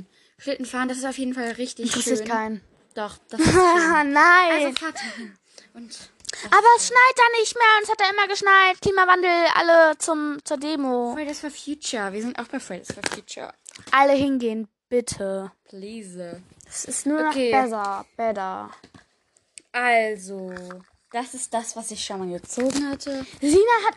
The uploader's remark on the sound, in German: Entschuldigung für die ganzen unnötigen Hintergrundgeräusche!